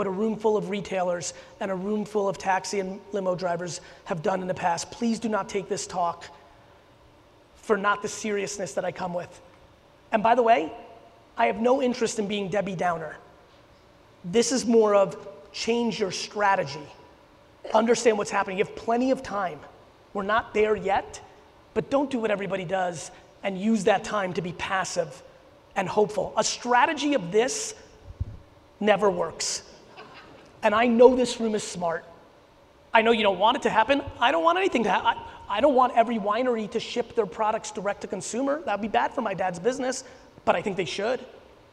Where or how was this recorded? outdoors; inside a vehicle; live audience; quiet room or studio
live audience